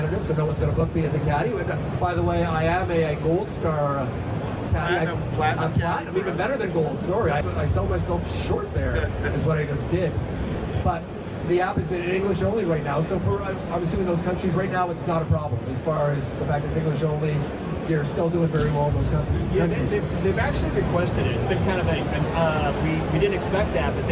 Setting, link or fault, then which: setting, busy venue